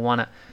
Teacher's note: wantto。我们多次说过 wantto，读快了变成 wanna